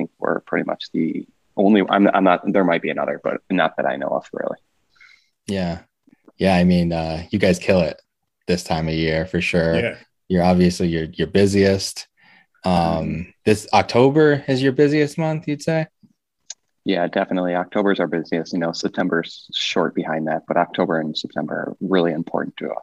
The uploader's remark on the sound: Recorded Live on Zoom 10/18/2021